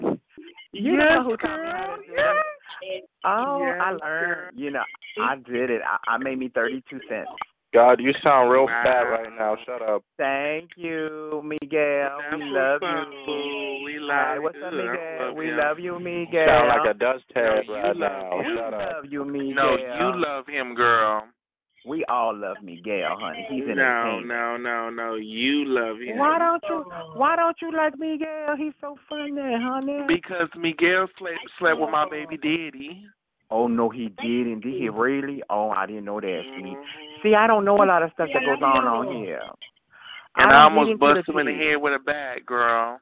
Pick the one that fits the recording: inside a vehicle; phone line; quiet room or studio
phone line